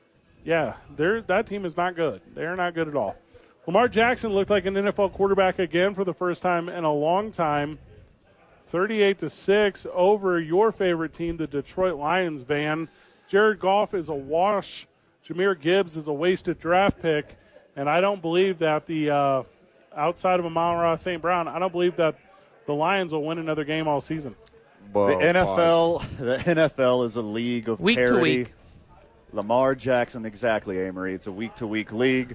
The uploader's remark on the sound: live from Howies Sports Page